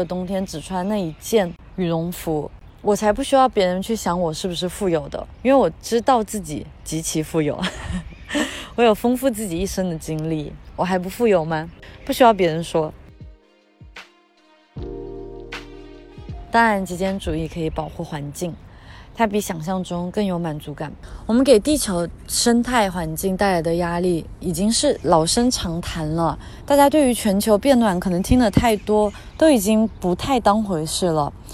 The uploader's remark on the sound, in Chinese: 这一期是在里斯本的城市公园录制的，风声比想象中大了一些，在某一部分可能会影响一部分音质